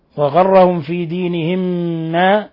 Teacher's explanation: ميم ساكنة جاء بعدها ميم متحركة تدغم الميم الأولى في الثانية إدغام مثلين صغير